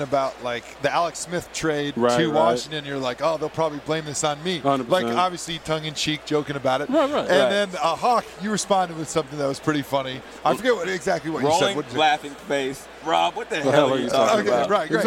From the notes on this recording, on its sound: live from Radio Row in Minnesota